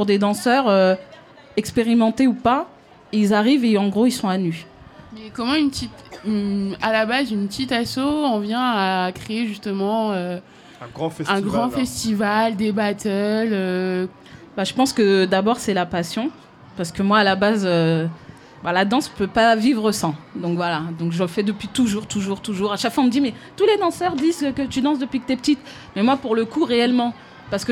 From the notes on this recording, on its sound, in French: Une émission spéciale en 2 parties, enregistrée en public, lors de la Fête de quartier du Pavé Neuf à Noisy-le-Grand.